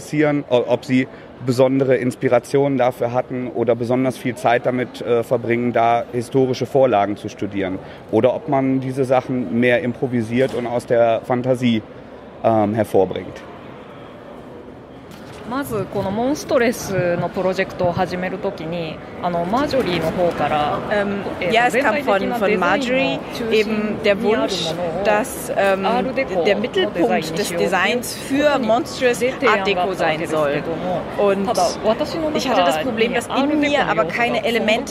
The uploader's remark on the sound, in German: Aufgenommen wurde das Gespräch 2016 in Dortmund auf der "German Comic Con".